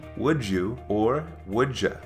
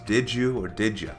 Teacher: connecting and blending words that end with a D sound into words that start with a Y sound · Term: native connected speech